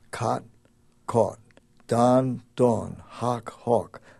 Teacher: Half of this country has a merger of the word classes cot, caught, don, dawn